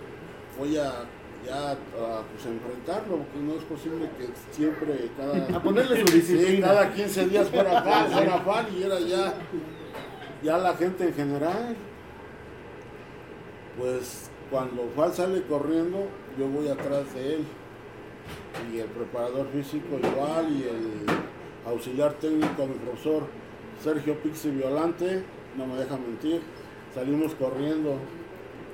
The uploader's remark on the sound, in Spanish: Estamos en vivo desde Java Cafe